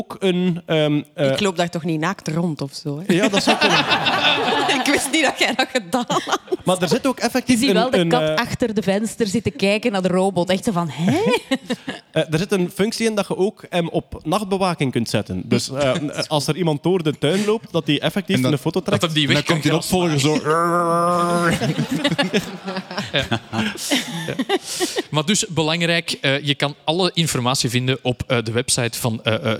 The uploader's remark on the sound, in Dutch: Deze maand live vanuit de Arenbergschouwburg in Antwerpen!